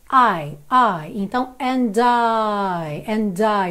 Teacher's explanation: a gente faz um I muito aberto e já no inglês ele é um pouquinho mais fechado. Esse som é um pouquinho mais fechado.